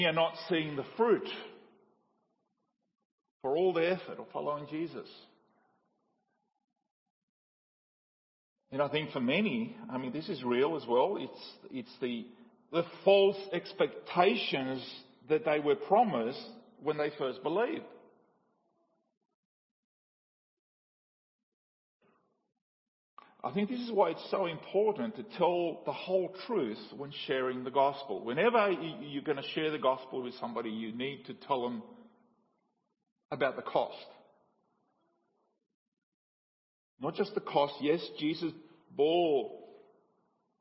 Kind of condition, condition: setting, large echoing room